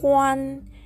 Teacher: HUAN で第一声高く平たく伸ばす音になります